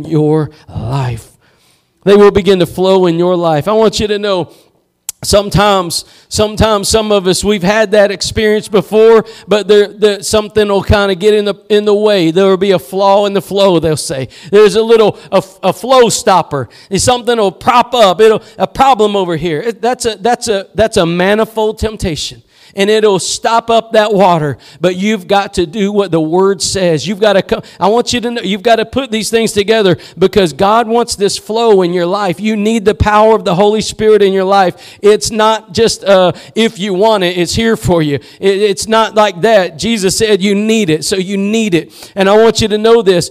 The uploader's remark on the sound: Preached at Gospel Lighthouse in Bossier City, La.